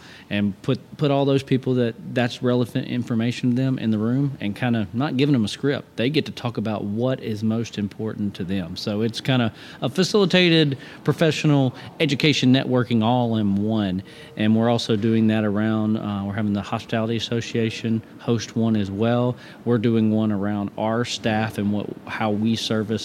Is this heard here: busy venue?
yes